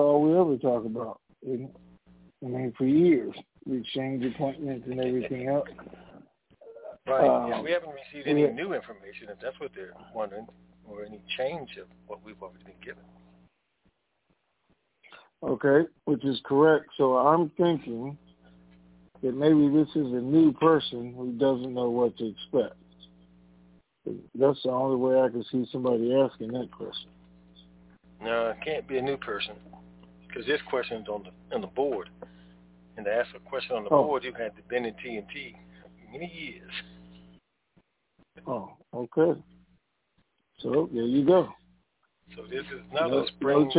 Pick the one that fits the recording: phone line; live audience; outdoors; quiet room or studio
phone line